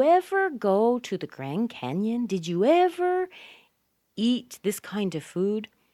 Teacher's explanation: So often we emphasize the word ever because we're trying to explain, wow, in your life, did you do that?